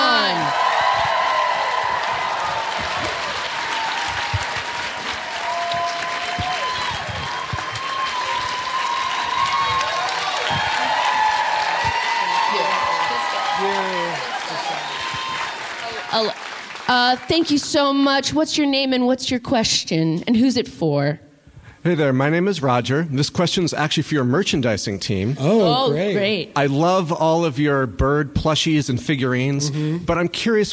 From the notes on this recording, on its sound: LIVE from SF Sketchfest. The following was recorded LIVE at SF Sketchfest in February of 2024 at the Great Star Theater!